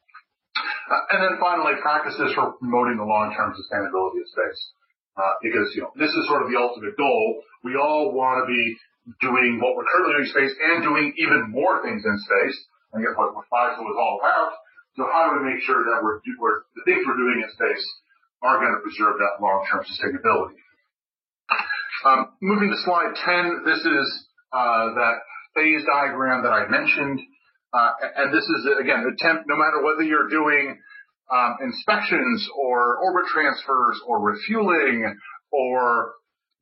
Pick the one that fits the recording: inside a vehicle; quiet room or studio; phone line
phone line